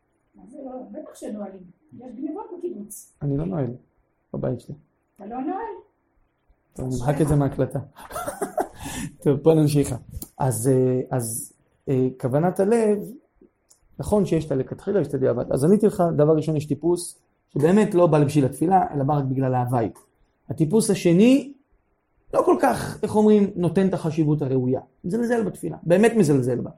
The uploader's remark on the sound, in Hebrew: הקלטה של השיעור בגבעת חיים. בבית משפחת פליישמן.